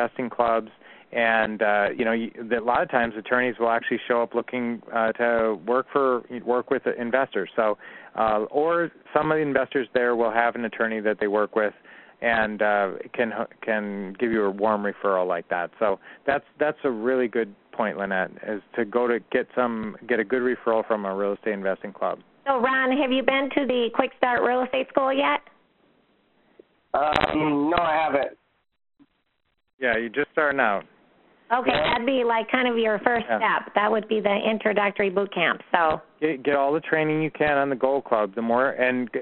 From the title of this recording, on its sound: Q&A Call 2016-05-09